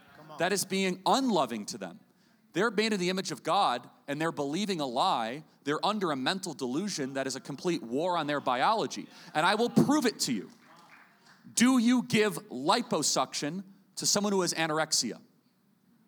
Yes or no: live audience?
yes